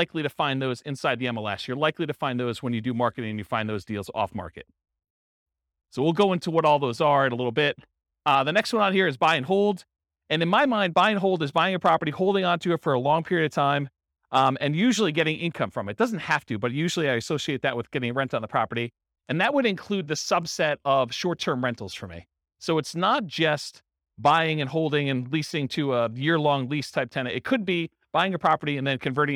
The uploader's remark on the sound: This was a live class recorded. Rochester, New York.